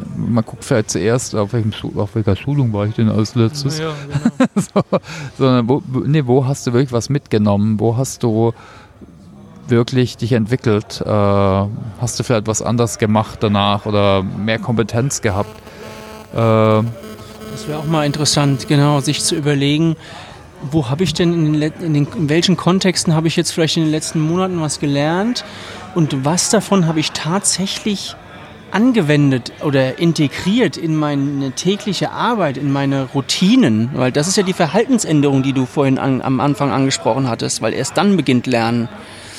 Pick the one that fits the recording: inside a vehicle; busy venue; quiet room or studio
busy venue